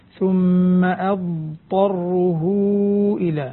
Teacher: جزاك الله خيرا، شكر الله لك على تلاوتك، ويعني قرأت الضاد في المرة الثانية بطريقة ممتازة، وهو ما يعبر عنه عند العلماء بالاستطالة، فالضاد فيها استطالة وفيها مخرجها من حافة اللسان